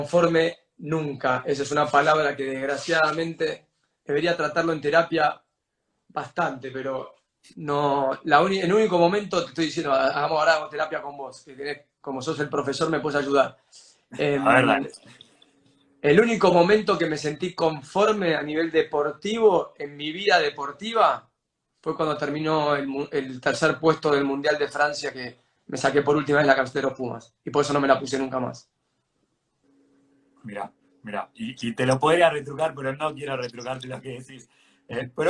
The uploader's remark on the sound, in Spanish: entrevistar por instagram Live